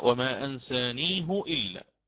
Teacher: الإمام حفص يأتي بالرفع في الهاء هاء الكناية